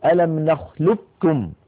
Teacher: لذلك من العرب من كان يدغم القاف في الكاف إدغاما كاملا فيقول ألم نخلقكم، وعلى هذا جاء الكاف الثانية استحقافا، القاف الأولى القاف تتحول إلى كاف ويصير النطق بكاف مشددة. ومن العرب من كان يبقي هذه القاف من أيضا من غير خلقلة كما ذكرنا ويدغمها في الكاف إدغاما ناقصا، هكذا ألم نخلقكم لقكم، فيكون إغلاق المخرج على قاف ساكنة من غير قلقلة ويكون الفتح على كاف متحركة. · Term: الإدغام الكامل